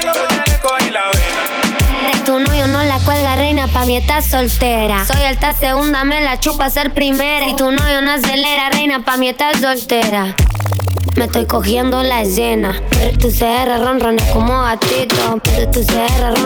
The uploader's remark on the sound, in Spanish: EN VIVO DESDE LA DISCOTECA